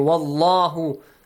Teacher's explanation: The letter lam in the word Allah will be pronounced heavily. Since we have a fatha sound before.